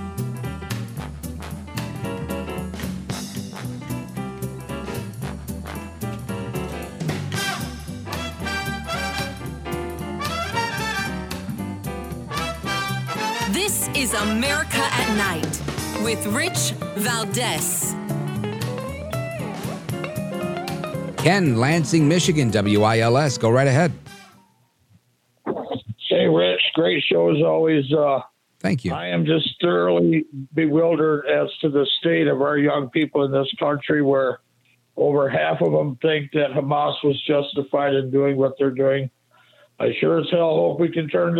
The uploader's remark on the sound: we take your calls in open phones across America